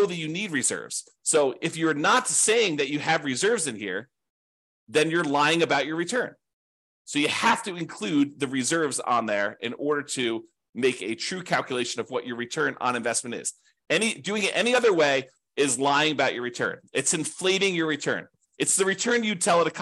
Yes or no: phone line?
no